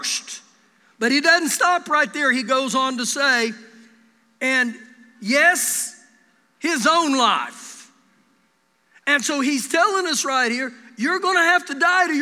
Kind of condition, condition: setting, large echoing room